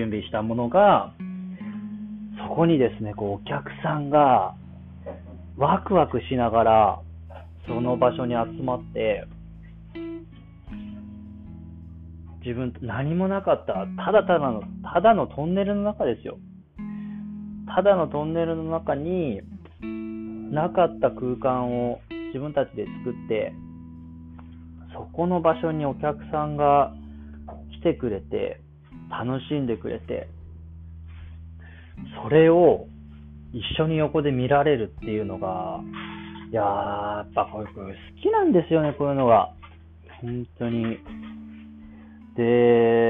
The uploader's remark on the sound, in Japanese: Bluetoothヘッドフォンでの録音。音質は良くない印象